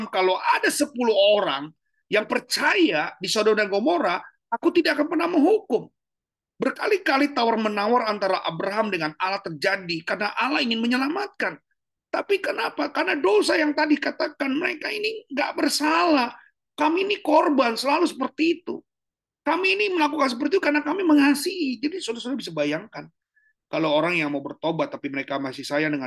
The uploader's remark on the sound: Zoominar.